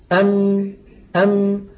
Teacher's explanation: نصف الميم الشفوي في الحقيقة شديد، لكن النصف الخيشومي قابل للمط · جزء شفوي وهو انطباق الشفتين على بعضهما، ويصاحب ذلك غنة من الخيشوم. مجموع هذين العملين يشكل حرف الميم.